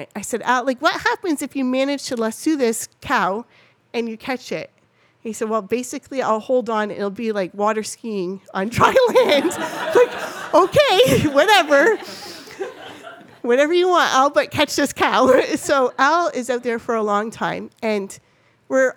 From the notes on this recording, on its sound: LIVE AUDIENCE. I hosted a live podcast/party.